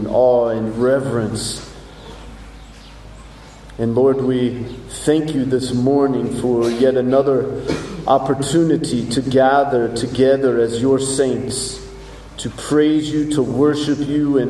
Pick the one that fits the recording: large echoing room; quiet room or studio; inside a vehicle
large echoing room